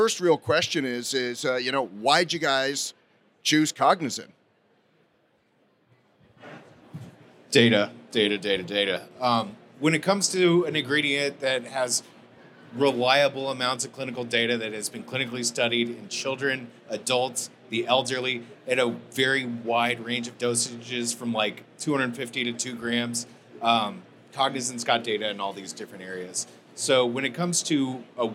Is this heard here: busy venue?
yes